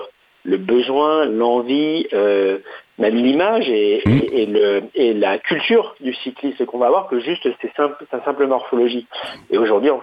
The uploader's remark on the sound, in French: En plateau – au téléphone